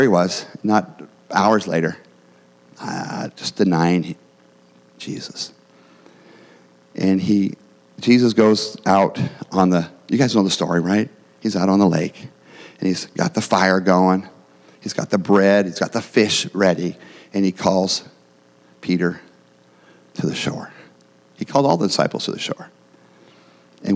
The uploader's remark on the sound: Every week we will share the gospel preached at our church on Sunday.